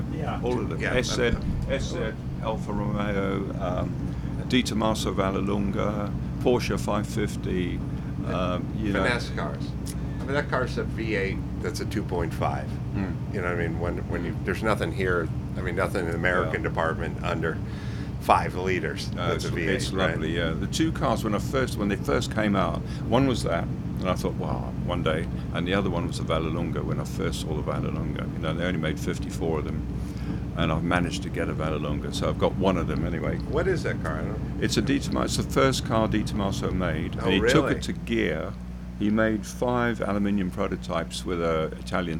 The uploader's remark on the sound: live from Laguna Seca